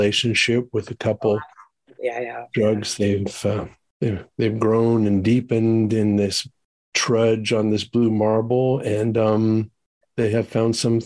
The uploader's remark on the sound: Recorded 4.26.2023 in Raleigh, NC and Tulsa, OK on Zoom.